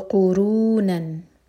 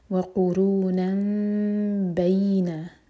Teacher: व कुरूनन, नून पर फतह की तनवीन थी, नेक्स्ट वर्ड बा से शुरू हो रहा है इसलिए तनवीन का जो नून का साउंड है वो मीम में चेंज होगा, ये है इकलाब। व कुरूनन बैना, तो नून की आवाज़ नहीं पढ़ेंगे हम, मीम पढ़ा जाएगा और मीम को हम होल्ड करेंगे और इस तरह के हमारे होठ टाइट बनना हो, दो सेकेंड्स का टाइम देंगे फिर बा पढ़ेंगे।